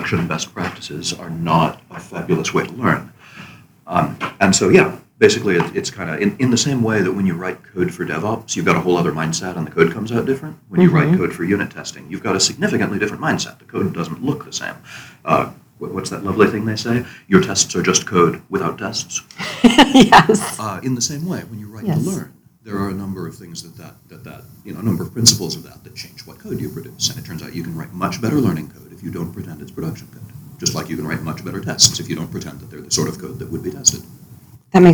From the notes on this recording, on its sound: live from Rubyconf 2019